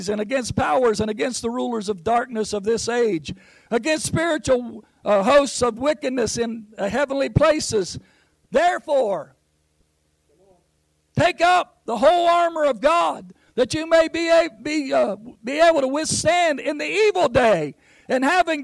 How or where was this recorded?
large echoing room